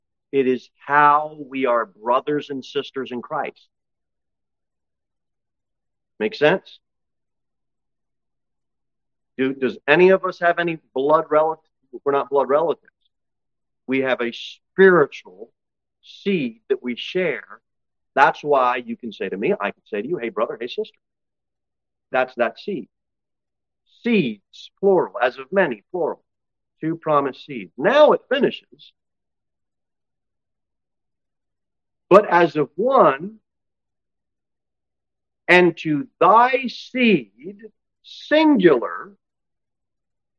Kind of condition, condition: setting, large echoing room